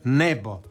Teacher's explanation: Naglasak se prebacuje na prvi slog ako je silazni u riječi, a ovdje jest nebo. To je kratko silazni naglasak